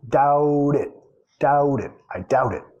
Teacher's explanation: Nota que estamos comiendo la B ahí.